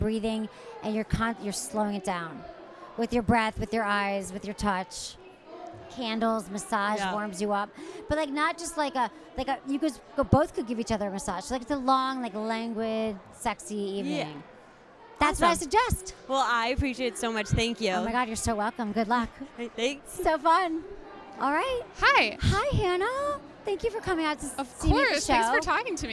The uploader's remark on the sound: Live From Brooklyn. This special show takes us back to last year’s Sexual Health Expo. This live Q&A session from SHE in Brooklyn.